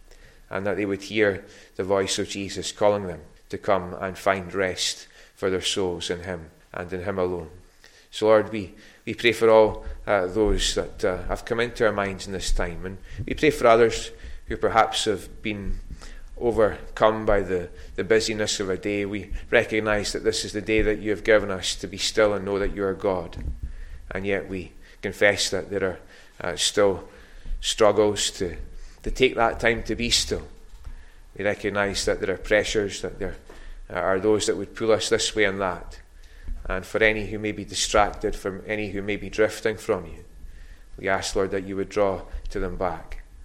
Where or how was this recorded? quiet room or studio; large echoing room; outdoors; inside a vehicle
large echoing room